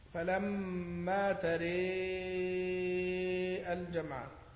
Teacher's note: وأمال الراء دون الهمزة وصلا